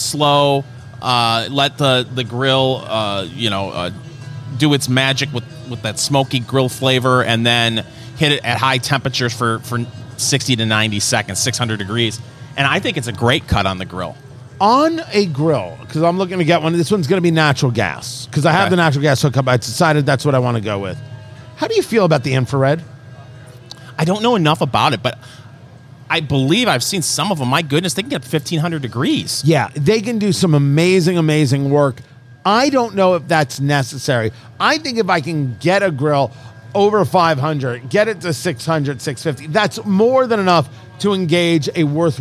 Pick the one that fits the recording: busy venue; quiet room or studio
busy venue